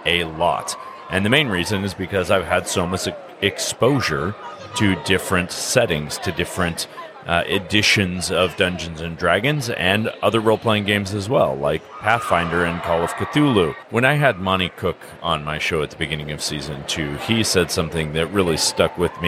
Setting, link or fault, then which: setting, busy venue